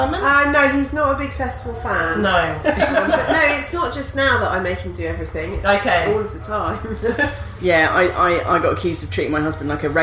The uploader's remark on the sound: Live from the Latitude festival. Many thanks to the lovely people from the New Statesman who let us record in their backstage area. Sorry the sound quality's not so great - it's festival ambience, innit.